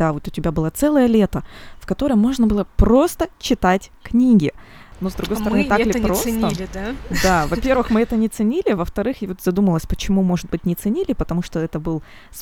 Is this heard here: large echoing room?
no